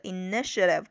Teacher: 它的重音是这个 initiative 中间的这个 n 上面